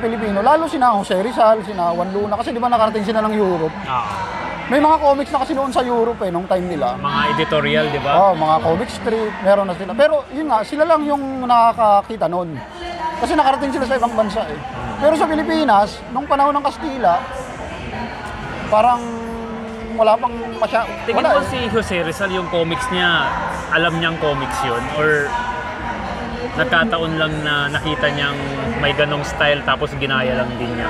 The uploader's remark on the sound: This exciting episode was recorded at the prestigious Philippine Book Festival 2023 held at The World Trade Center, Pasay City.